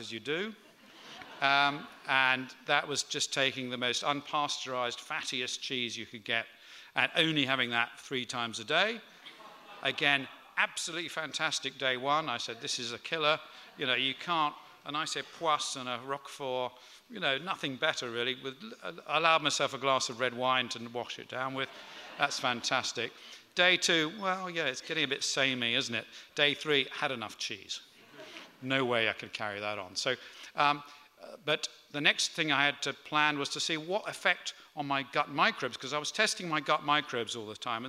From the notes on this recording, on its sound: Recorded on 19th November 2018 at The Tabernacle at the 5x15 health special.